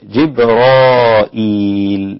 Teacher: قرأوا جبرائيل هكذا بهمزة مثل الإمام بهمزة مكسورة بعد الألف دون ياء بعدها